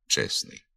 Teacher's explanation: Так, наприклад, при творенні прикметника від іменника «честь» виник збіг трьох приголосних «СТН» – «чесний». І середній приголосний «т» зник у вимові.